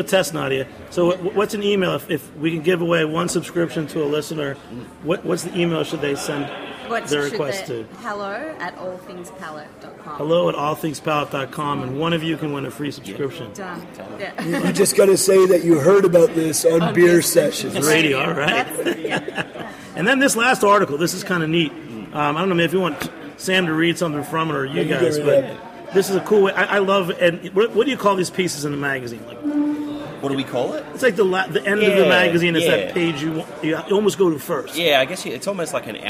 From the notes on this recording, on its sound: at the 2016 Craft Brewers Conference in Philadelphia!